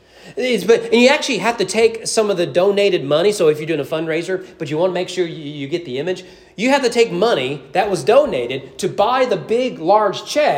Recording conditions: large echoing room